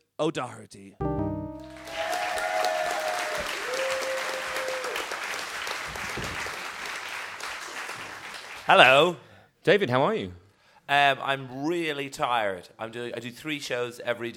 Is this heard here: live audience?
yes